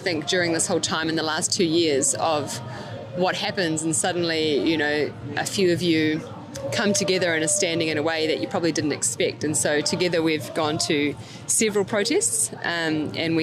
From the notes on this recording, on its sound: On Location at the Wellington Freedom Village Protest Site.